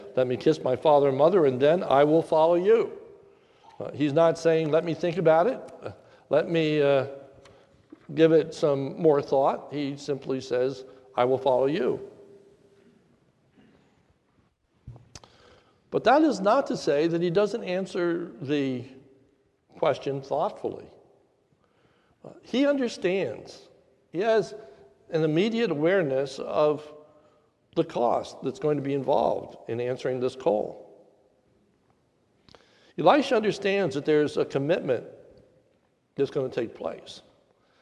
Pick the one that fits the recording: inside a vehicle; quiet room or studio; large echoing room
large echoing room